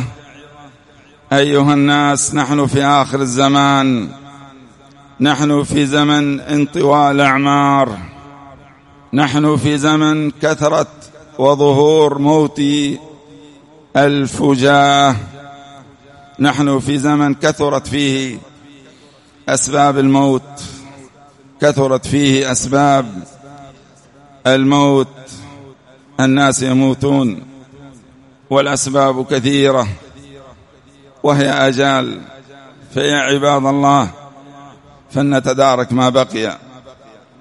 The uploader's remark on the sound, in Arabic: سجلت هذه الخطبة في *مسجد الإمام الوادعي* رحمه الله *بالديس الشرقية.